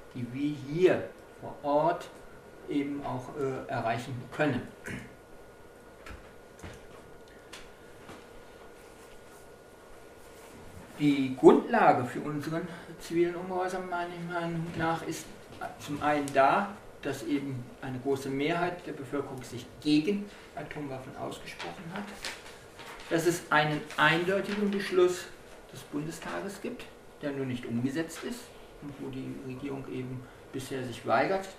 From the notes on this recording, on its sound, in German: im Kollektivcafé Kurbad statt und wurde von der Gruppe A & O Anarchismus in Kassel im Rahmen der Vortragsreihe „Black Fridays“ organisiert.